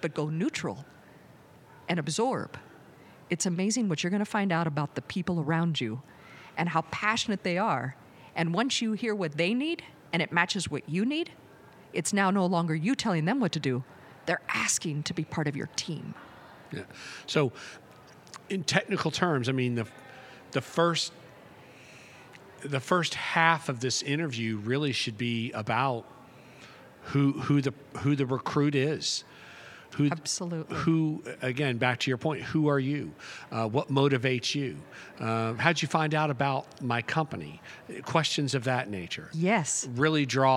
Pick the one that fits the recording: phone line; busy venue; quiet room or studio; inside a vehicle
busy venue